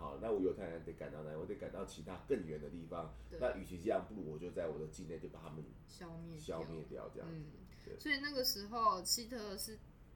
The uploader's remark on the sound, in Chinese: 本次錄音是在一般辦公空間進行，可能有小雜音跟馬路上的喇叭聲，絕對不是在做效果。